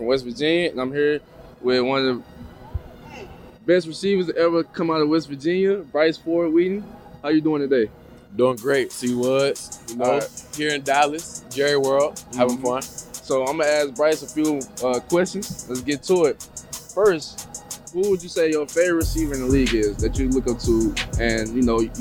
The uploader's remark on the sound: Behind the scenes at Big 12 Media Days. Interview each other at Big 12 Football Media Days.